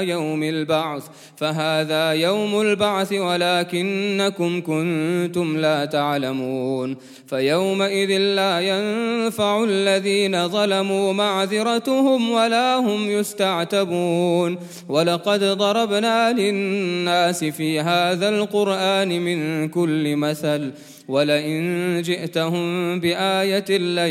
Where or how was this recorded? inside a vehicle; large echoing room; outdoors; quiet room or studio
large echoing room